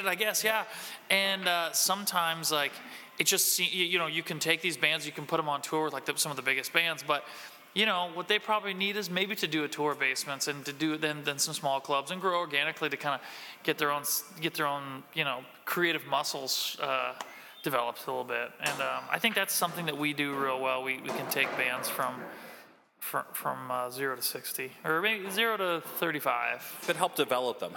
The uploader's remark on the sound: at Gingerman Tavern in Wrigleyville